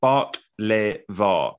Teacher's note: baklava is pronounced bark-le-va, accents on first and third syllables. Think …, ….